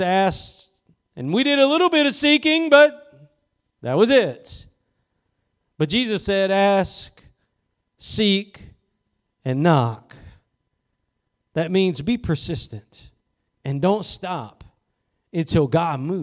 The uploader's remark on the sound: Preached at Gospel Lighthouse in Bossier City, La.